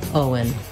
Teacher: So it just happens naturally as I move from O to un, Owen, that the W comes in.